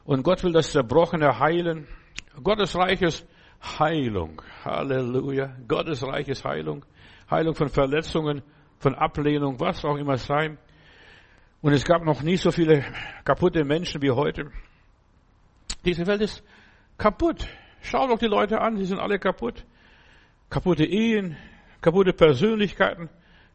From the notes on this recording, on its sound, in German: im Gemeinde-Zentrum in Berlin aufgenommen